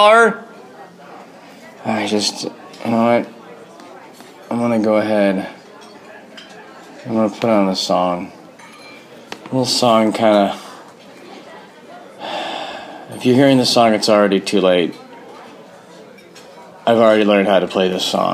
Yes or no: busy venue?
yes